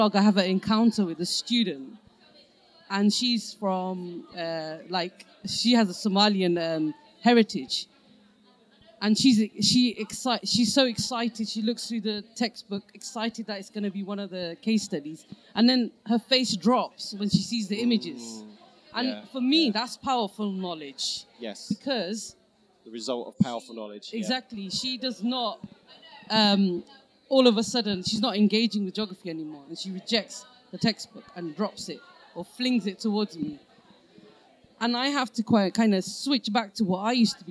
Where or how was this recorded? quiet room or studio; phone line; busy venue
busy venue